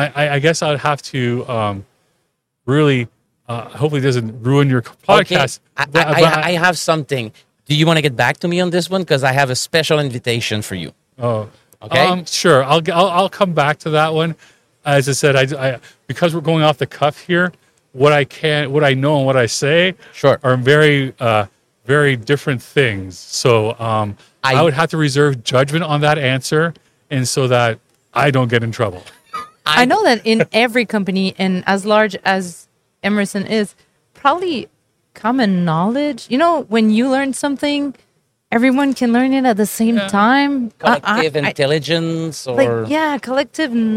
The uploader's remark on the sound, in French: En direct du Salon Industriel de Terrebonne